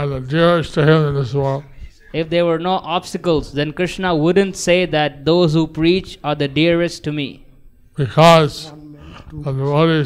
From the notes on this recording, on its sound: Evening Narasimha Catudasi Lecture in Mayapur. Sri Mayapur, India.